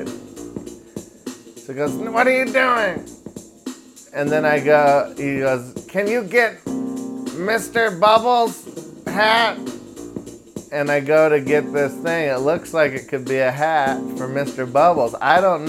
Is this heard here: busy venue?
no